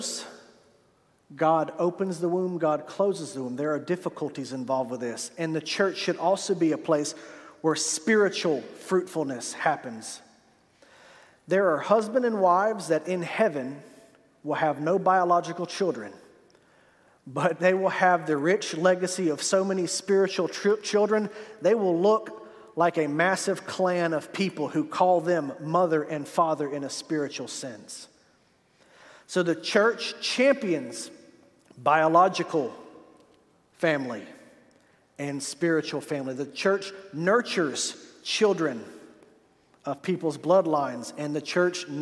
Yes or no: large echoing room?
yes